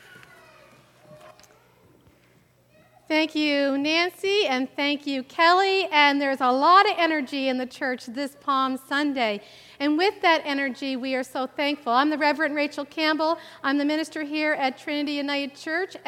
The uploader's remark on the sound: Live worship service